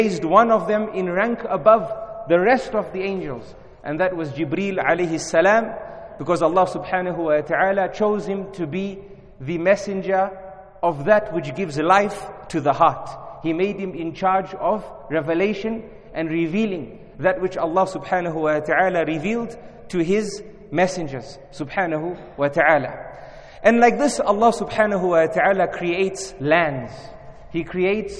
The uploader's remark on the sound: In this lecture conducted at Masjid Abbaas in Harare, Zimbabwe.